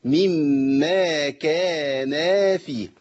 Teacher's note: مما، ادي اول مد، ألف مادية، كا، ألف مادية، نا، ألف مادية، فيه، ياء مادية. عندي 4 مدود طبيعية، كل مد بحركتين يبقى عندي 8 حركات في مما كان فيه